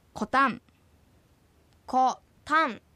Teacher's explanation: これは第一音節が母音で終わっています。ですので第二音節が高く発音されます。